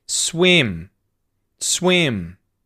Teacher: And notice that intonation there. It's actually within the word swim. You start high and go low.